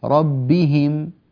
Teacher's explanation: في ربهم هكذا أنت تبطئ سرعة القراءة قليلا في الحروف الثلاثة الأخيرة، فيكون زمن الحركة أطول من نظائرها في التلاوة، فكأنك تمط الحركة.